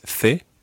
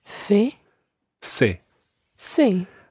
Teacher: in Spain, the letter C is pronounced the, and in Latin America, it's pronounced se.